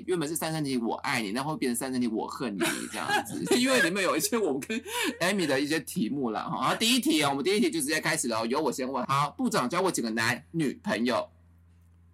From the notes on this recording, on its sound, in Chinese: 本集節目音質有爆音的危險性，音量請注意控制並小心耳膜痛痛。